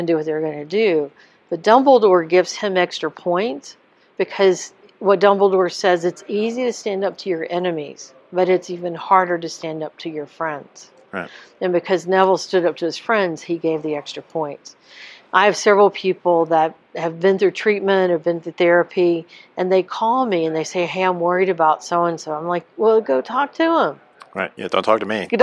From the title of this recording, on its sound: NEP "On Location"